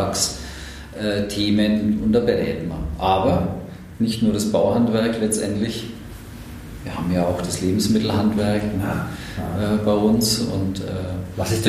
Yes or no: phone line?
no